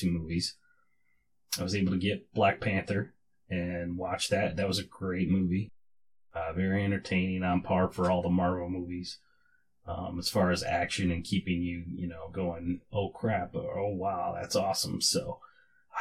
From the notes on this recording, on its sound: Still having MIC issues. Neewer NW-700 Condenser Microphone and NW-35 Adjustable Arm. Neewer 1 - Channel 48V Phantom Power Supply. Sabrent USB External Stereo Sound Adapter.